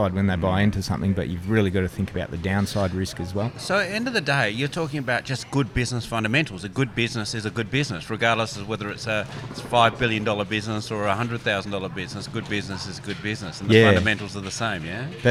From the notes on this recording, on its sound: Dowerin Field Days are always filled with excitement, the hustle and bustle of the crowd. This particular episode is recorded at Dowerin Field Days 2022.